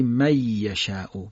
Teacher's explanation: خب یه از حروف یرملونه، پس نون حذف میشه، یه تشدید میگیره · Term: ادغام